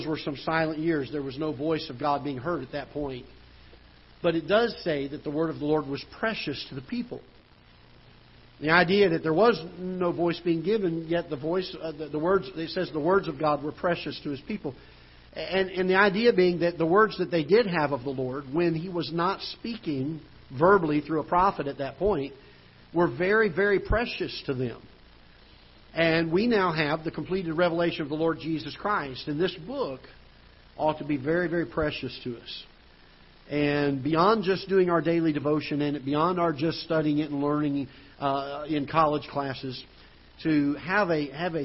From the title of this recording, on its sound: Ketha Heights Baptist Church ~ Live Broadcast